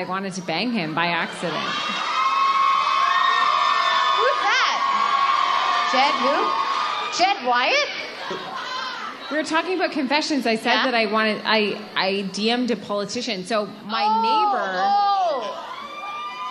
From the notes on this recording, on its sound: Vancouver Live Show. Comes to us live in Vancouver from her Fall Crawl Tour.